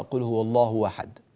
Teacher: في ناس بيقرأ قل هو الله واحد ويقلب الهمزة إلى واو